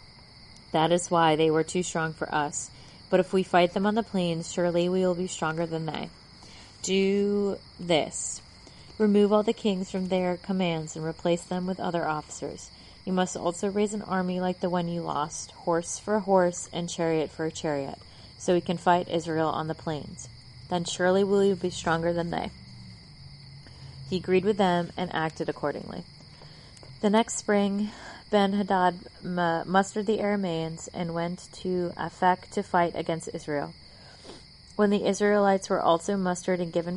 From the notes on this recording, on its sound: My mom provides a mid-episode laugh track because I recorded outside while she read a book